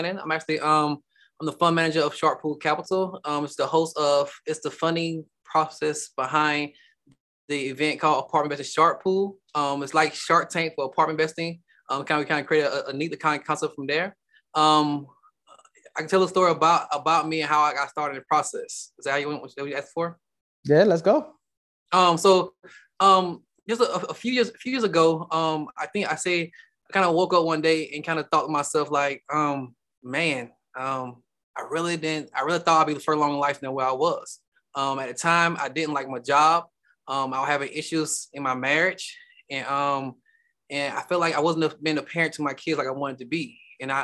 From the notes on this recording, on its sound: Investors Gallery is a live Zoom open to the public. Investors Gallery is recorded and filmed in the Art Gallery built in the home of the Principle of Dimensional Capital Partners.